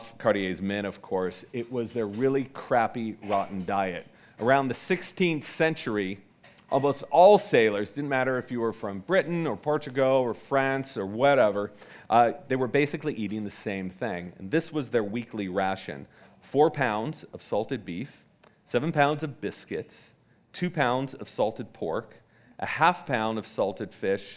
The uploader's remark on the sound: A special night of short talks. As part of The Long Now Foundation's “Conversations at The Interval” Salon Talks. These hour long talks are recorded live at The Interval, our bar, cafe, & museum in San Francisco.